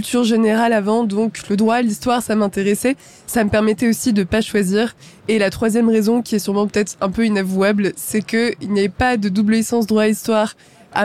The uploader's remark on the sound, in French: en direct du salon Go Entrepreneurs